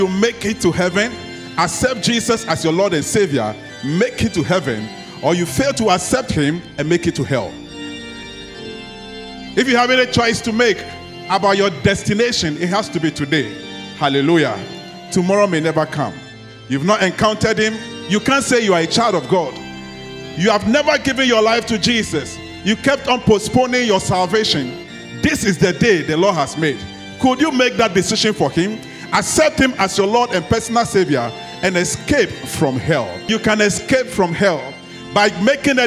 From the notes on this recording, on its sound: Sermon preached at CBC Shiashie Campus on Sunday January 21, 2024